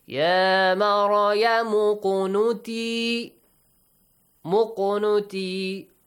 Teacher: Qaf, by the way, has a bouncing sound. The rule qalqala.